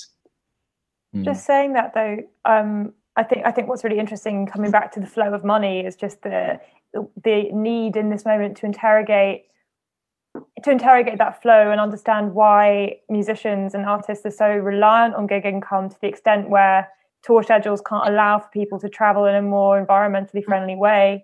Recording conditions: video call